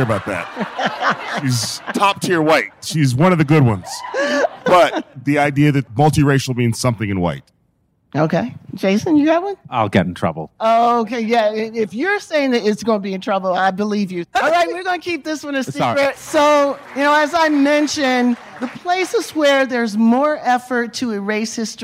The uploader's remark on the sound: Panel, recorded live from the Sundance Film Festival in 2023.